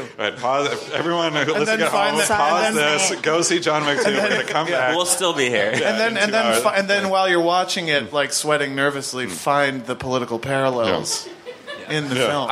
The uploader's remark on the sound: LIVE PODCAST. The Radio Motherboard crew recorded a podcast in front of a live audience at the Work x Work On Air festival. Special thanks to Brooklyn's Wythe Hotel and work x work ON AIR, a pop up live streaming radio lounge that explored creativity and storytelling.